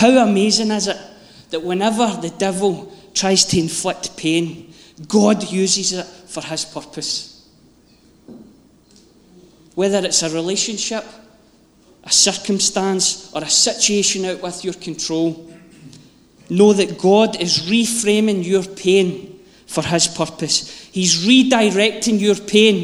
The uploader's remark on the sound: Live from our Sunday gathering on 23.